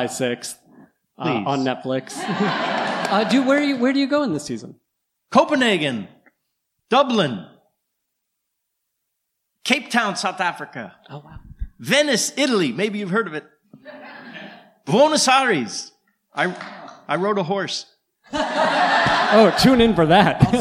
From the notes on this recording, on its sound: Recorded Live at the Dynasty Typewriter Theater.